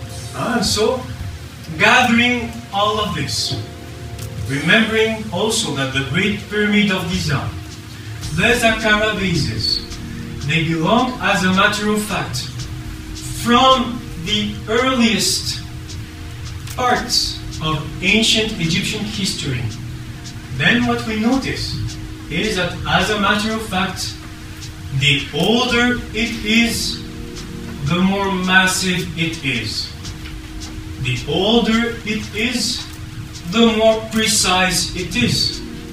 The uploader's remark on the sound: Part 1 of the Atlantis lecture hosted at Ottawa Public Library.